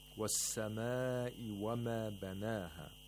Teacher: In the word was-samaa', we have madul muttasil, so you have to lengthen this mad to four or five vowel counts.